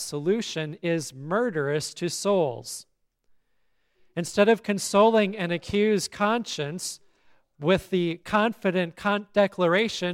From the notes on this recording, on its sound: Listen to the service at Grace Lutheran Church, Lexington, MO.